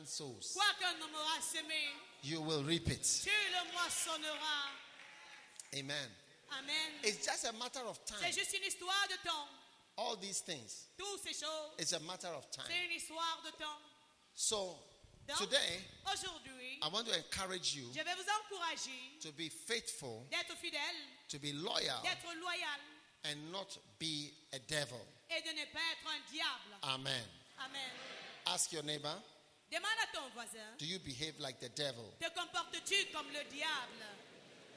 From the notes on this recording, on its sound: Preached at the Bafia Pastor's Conference, Cameroon.